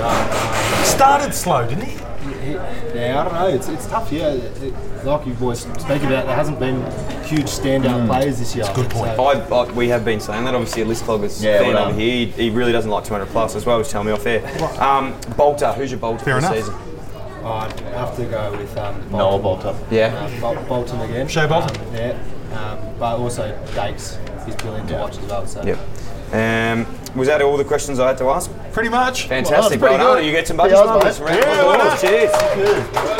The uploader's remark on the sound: We're live from the Moosehead Bar in Mt Buller